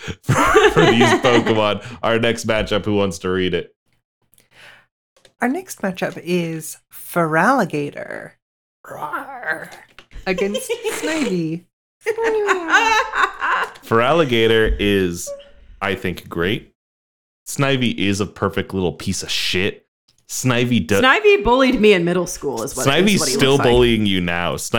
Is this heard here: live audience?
no